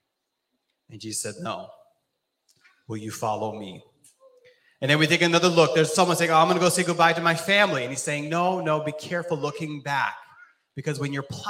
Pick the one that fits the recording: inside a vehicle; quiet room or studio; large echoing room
large echoing room